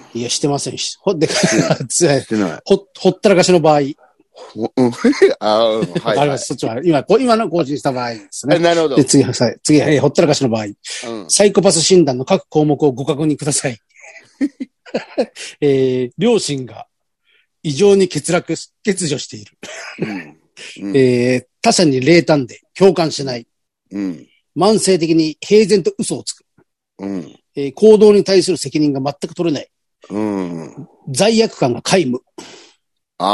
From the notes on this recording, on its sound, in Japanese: ZOOMで収録